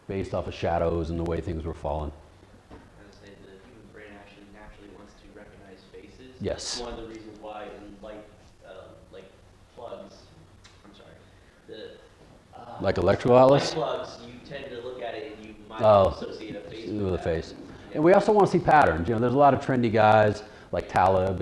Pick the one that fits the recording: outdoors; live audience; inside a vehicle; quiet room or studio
live audience